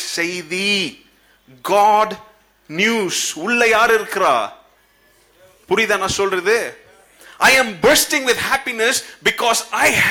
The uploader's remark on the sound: Christmas Service 2017. Preached at the old sanctuary of Agape Bible Church.